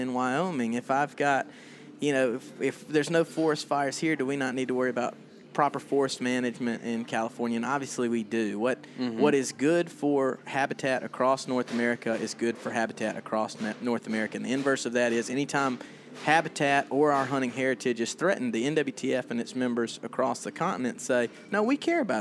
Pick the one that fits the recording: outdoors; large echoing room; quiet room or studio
outdoors